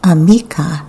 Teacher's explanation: The stress is always on the second to last syllable, giving the language a swinging, sing-songy quality.